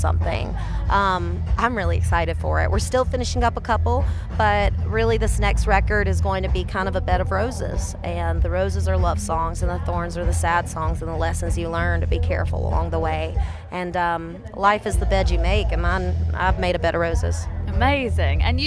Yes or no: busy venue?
yes